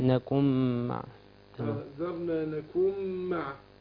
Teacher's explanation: ادغام بغنة النون هي ساكنة وبعدها الميم